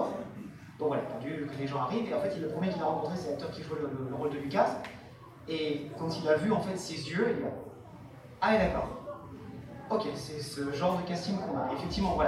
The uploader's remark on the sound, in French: Seconde conférence enregistrée lors de POPCON 2020.